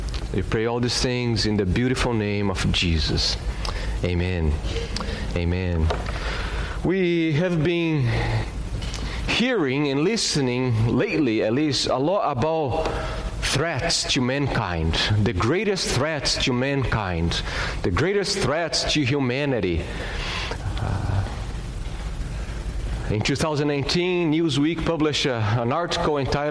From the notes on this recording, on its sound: at Gracious Cross Reformed Church Salem, June 20th 2021.